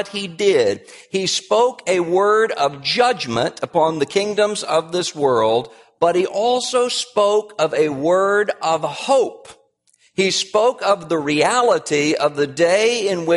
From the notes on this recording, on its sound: Address at Capitol Hill Baptist Church in Washington, D.C. About 200 key evangelical and political leaders were there.